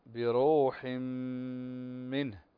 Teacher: عندنا تنوين وبعده الميم وهنا الحكم الإدغام بغنة فنقرأ بروح منه.